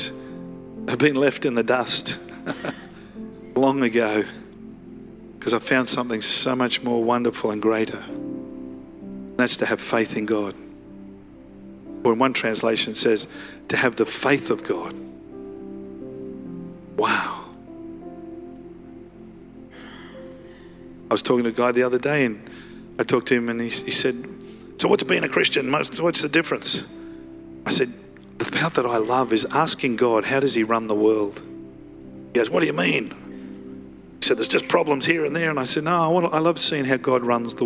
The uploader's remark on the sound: Live at Freshwater Church on Sunday the 2nd of April 2023.